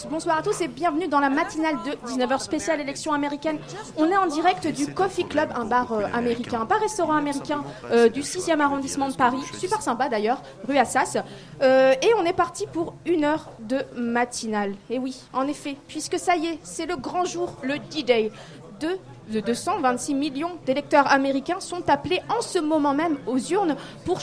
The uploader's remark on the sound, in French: La Matinale de 19h vous proposait une émission spéciale élections américaines, en public et en direct au Coffee Club à Paris.